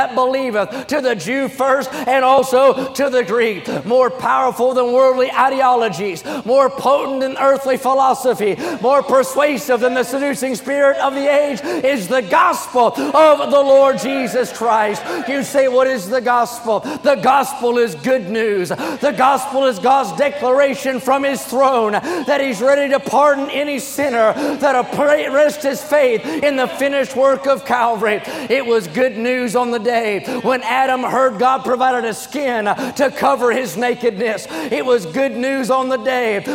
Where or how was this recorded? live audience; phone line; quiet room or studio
live audience